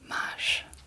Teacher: Did you notice the S-C in masz sounds exactly like an S-H.